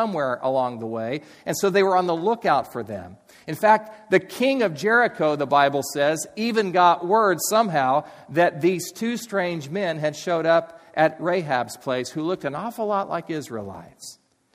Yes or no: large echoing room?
yes